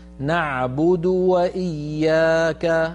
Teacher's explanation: انتبهي إلى الواو من كلمة وإياك أن تكون مضمومة